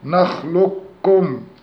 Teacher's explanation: ثانيا القاف إذا جاءت بعدها الكاف، وذلك في كلمة نخلقكم في المرسلات خاصة، ففيها لحفص وجهان: واحد الإضغام الكامل وهو الأولى وبه القراءة، ومعنى كمال الإضغام أي إدخال القاف في الكاف إدخالا كاملا بحيث لا يظهر شيء من صفاتها، فتقرأ بكاف مشددة